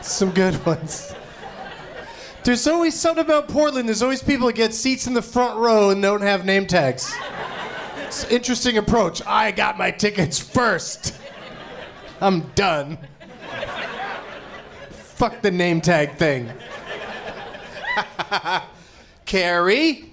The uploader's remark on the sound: Live from the Helium Comedy Club in Portland, OR